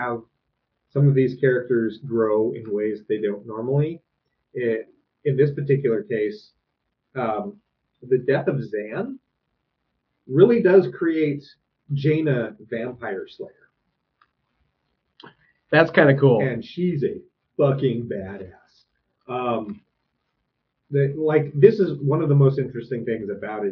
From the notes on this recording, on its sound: PS - Sorry about the audio.